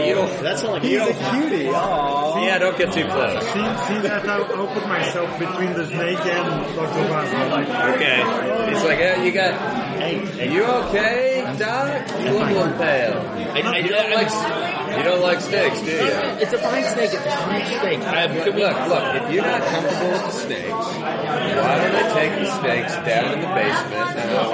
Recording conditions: busy venue